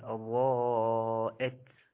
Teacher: بارك الله فيك، قرأت برواية ورش، ما شاء الله كان هناك نصيب جيد للمدود والمحافظة عليها، وكذلك كلمة أضاءت لهم، طبعا الضاد مفخم وفي أعلى درجات التفخيم، لذلك يحذر لقاش من يدير معاه الهمزة أضاءت لأنها مرققة، والحرف المرقق إذا جاور المفخم ربما يؤثر عليه.